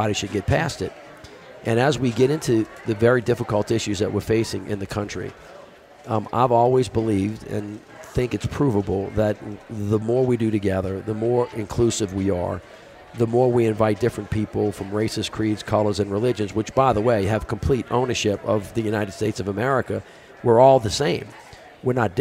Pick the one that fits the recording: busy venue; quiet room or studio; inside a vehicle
busy venue